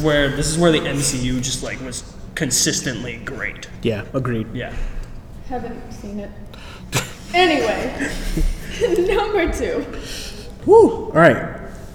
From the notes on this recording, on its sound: Fan Expo Boston - Cinemania World Podcast Panel. LIVE from the Fan Expo Boston Comic Con! Held a 40 minute live podcast panel during the convention.